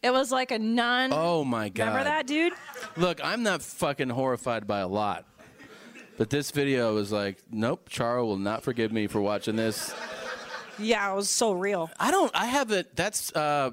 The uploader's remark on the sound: Live From Pasadena